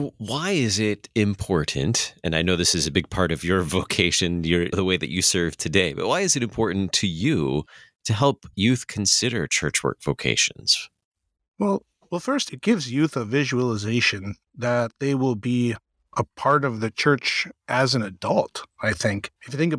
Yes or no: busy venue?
no